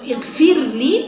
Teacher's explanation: الراء الساكنه الرقيقه حقها وصفتها من التوسط، يعني ما توصليش الاثنين مع بعض ولا تنتقلي الى ادغام السوسي